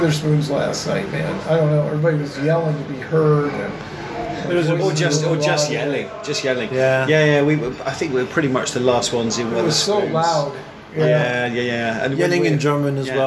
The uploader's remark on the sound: Live" from Bugmans Cafe in GW